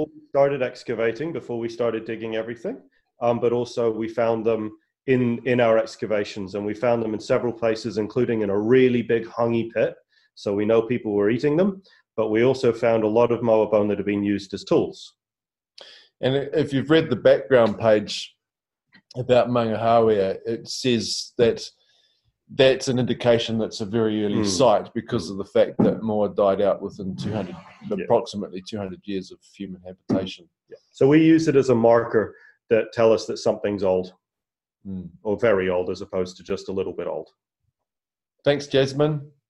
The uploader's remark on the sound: LEARNZ web conference